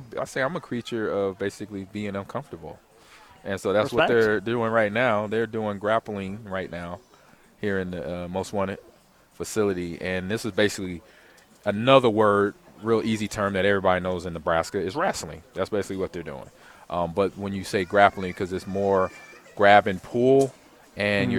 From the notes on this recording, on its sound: LIVE (Pt2) from Most Wanted MMA in Lincoln